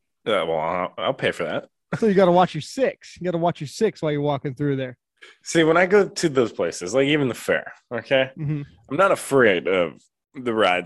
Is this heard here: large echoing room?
no